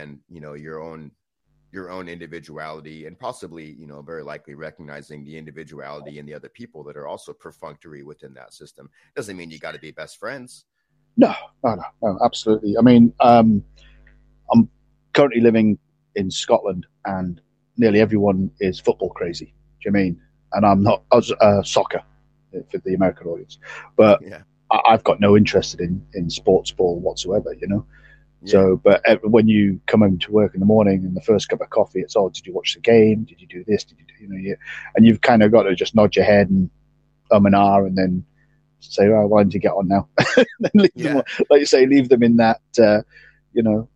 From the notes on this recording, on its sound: Some audio issue, but it is what it is.